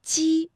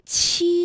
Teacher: 大家读鸡的时候，这个气流呢和读七的时候呢感觉到明显的不一样，因为读七的时候会觉得要用力喷一口气